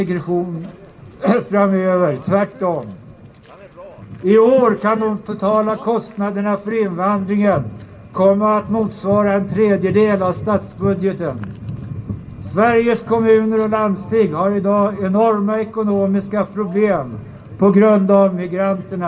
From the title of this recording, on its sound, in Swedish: talar på Mynttorget 10 mars 2019